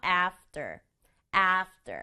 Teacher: 발음이 after이지만 소리가 약간 된소리처럼 나요. 그래서 after.